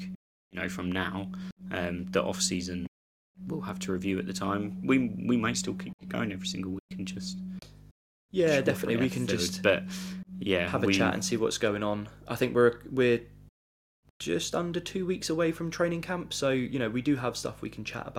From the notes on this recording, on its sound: I will sort my microphone! Sorry for low hum and cutting out.